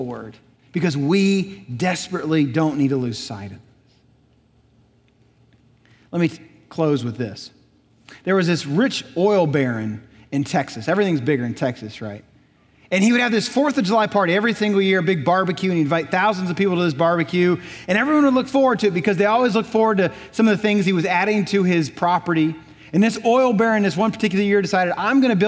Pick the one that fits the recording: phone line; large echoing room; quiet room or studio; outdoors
large echoing room